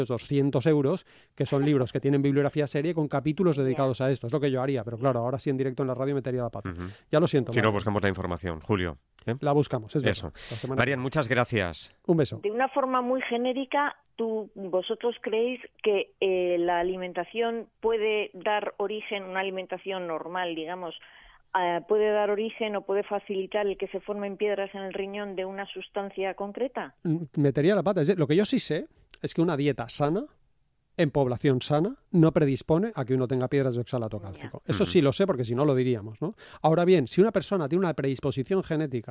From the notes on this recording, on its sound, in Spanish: Varias personas nos han pedido que dediquemos más tiempo a las llamadas en directo, así que hoy lo hemos intentado.